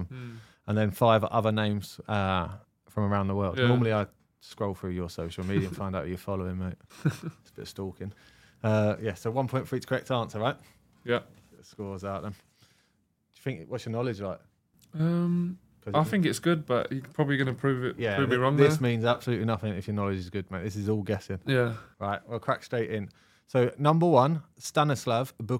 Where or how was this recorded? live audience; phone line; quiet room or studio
quiet room or studio